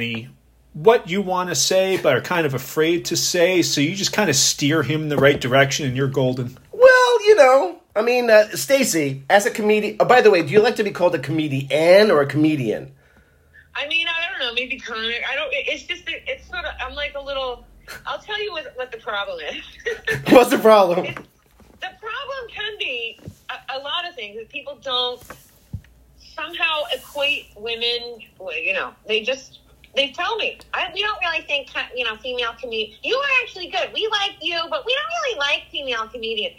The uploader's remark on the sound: A phone conversation